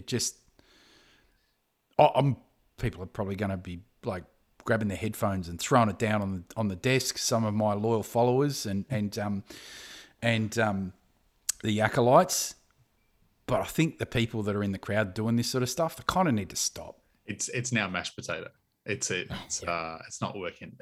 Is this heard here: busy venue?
no